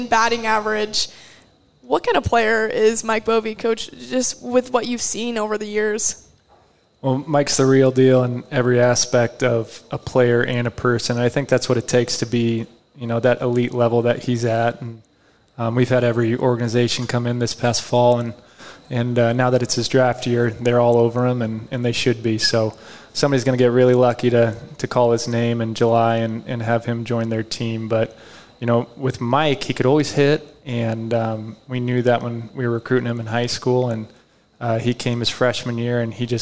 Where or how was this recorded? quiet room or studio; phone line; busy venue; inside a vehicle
busy venue